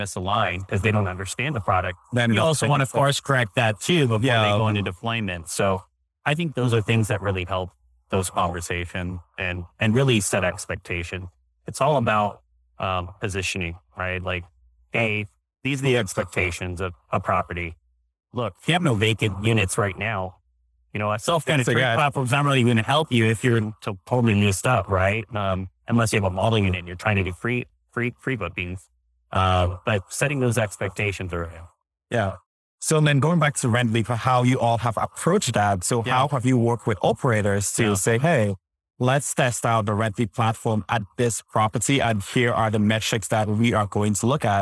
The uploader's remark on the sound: LIVE at Optech.